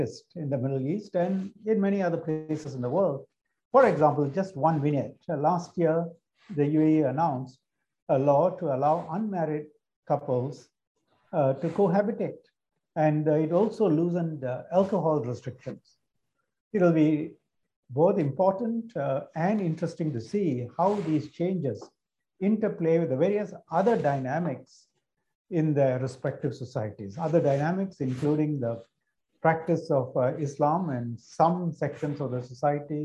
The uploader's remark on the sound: This public lecture was conducted online via Zoom.